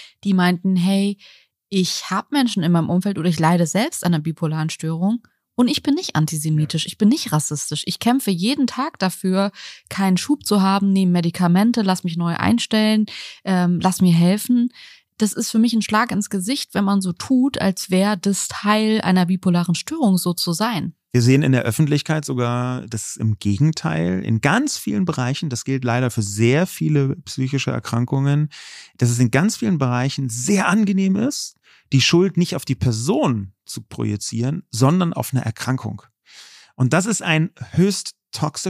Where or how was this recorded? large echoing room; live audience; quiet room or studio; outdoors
quiet room or studio